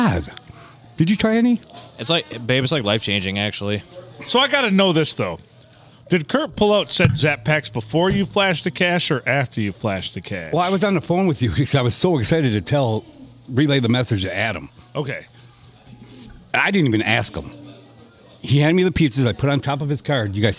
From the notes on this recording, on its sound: We recorded this one at Bench Warmers in Sandusky